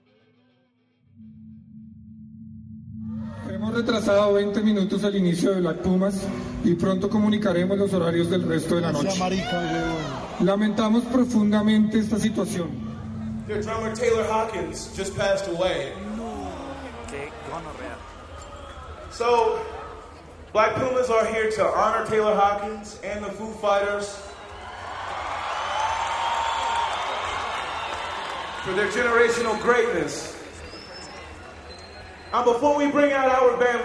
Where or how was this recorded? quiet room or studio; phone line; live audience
live audience